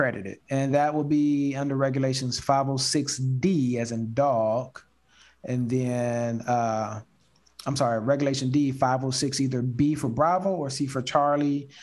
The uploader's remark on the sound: Investors Gallery is a live call open to the public. Through this live zoom conference anyone can asks questions about their own investments, legal advice, or opportunities!